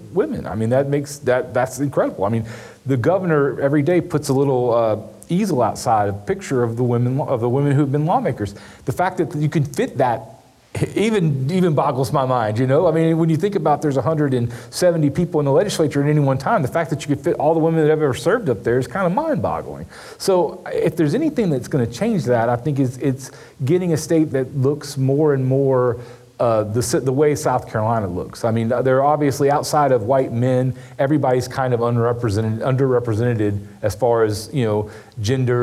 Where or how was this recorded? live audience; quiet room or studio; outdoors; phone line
live audience